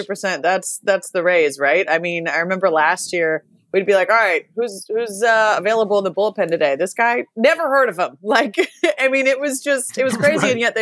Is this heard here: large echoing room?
no